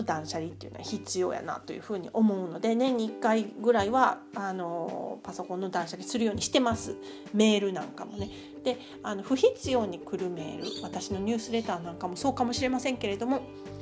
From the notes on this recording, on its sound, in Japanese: 少しノイズが入っており、気になる方がいるかもしれません、すみません。